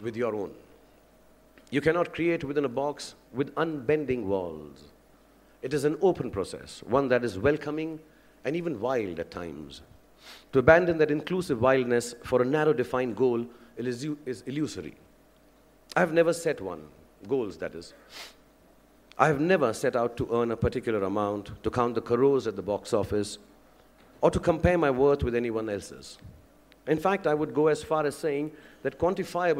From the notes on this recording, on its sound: IIMBUE Lecture. Delivered the inaugural address at the first Global Alumni Leadership Summit organized by the Indian Institute of Management Bangalore, IIMBUE 2015.